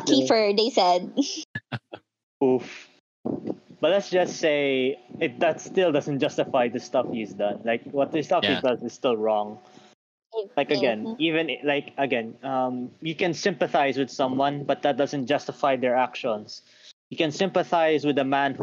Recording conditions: drop-outs